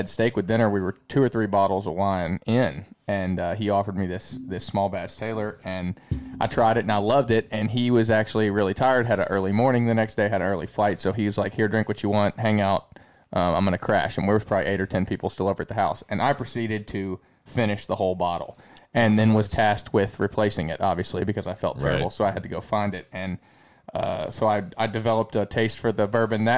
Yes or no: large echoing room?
no